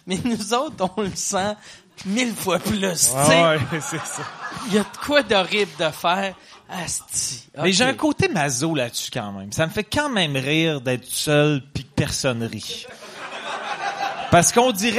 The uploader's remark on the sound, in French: une soirée Q&A que nous avons enregistré avant les fêtes